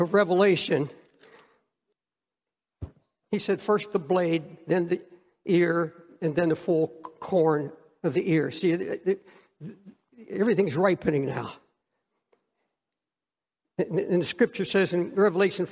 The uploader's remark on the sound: preached from Time Square Church